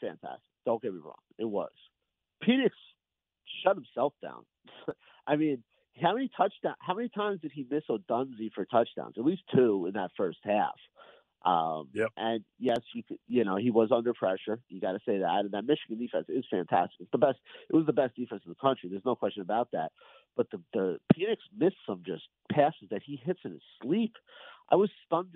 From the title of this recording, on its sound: Calls in Live